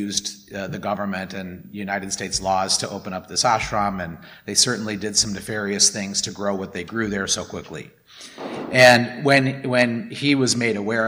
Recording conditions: large echoing room